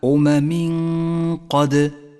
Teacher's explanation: بعد ذلك حكم الإخفاء عند قوله تعالى أمم قد جاء بعد التنوين حرف القاف وهو حرف إخفاء، نخفي التنوين بالقاف مع بقاء غنة للتنوين زمنها حركتان